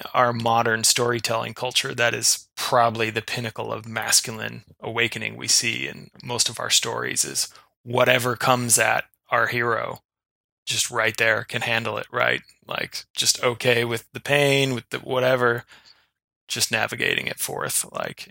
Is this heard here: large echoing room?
no